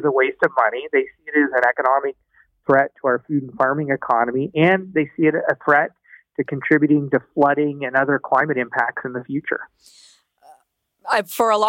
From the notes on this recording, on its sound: A couple of them phone in today to share their experience of getting the vaccines. Two Ontario Snowbirds.